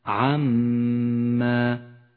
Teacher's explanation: الميم المشددة في كلمة عما. عما لونت بالأخضر لاحتياجها إلى غنة بمقدار حركتين